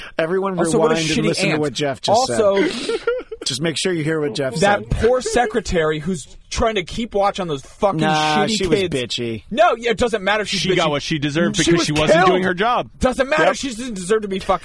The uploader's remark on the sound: Via telephone.